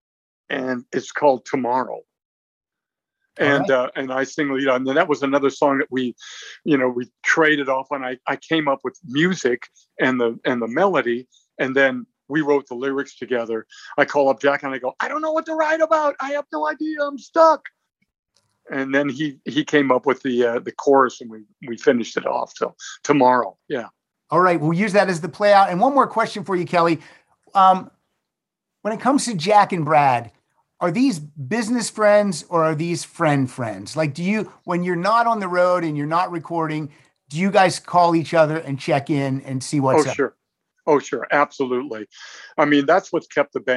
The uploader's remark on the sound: The Zoom Room.